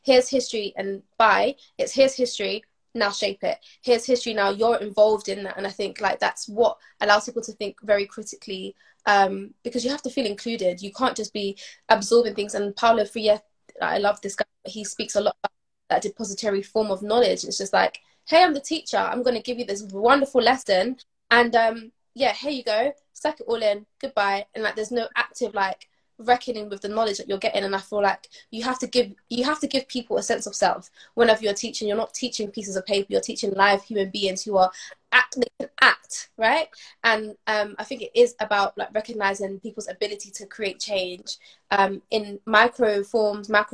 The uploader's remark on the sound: via Instagram live